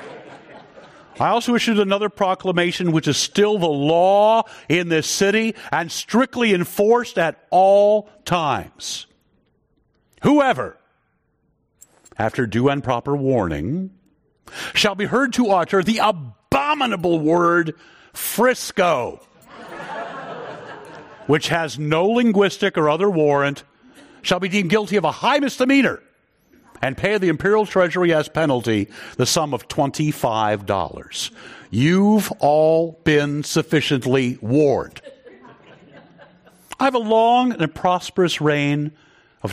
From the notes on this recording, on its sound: This program was recorded in front of a live audience at The Commonwealth Club of California in San Francisco on June 4th, 2019.